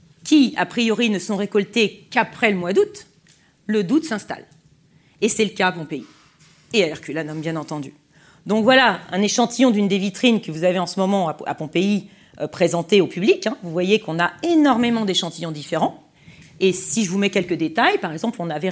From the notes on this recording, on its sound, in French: Conférence enregistrée lors de la 5e édition de la Nuit de l'ENS (en partenariat avec France Culture, Libération, HugoDécrypte, Philosophie magazine).